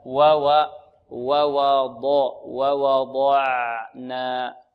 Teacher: ووضعنا، ووضعنا عندنا الواوان مرققا، واوا، لا نقول واوا واوا، لا واوا واوا واو، يعني الواو مرققة ومفتوحة فتح متوسط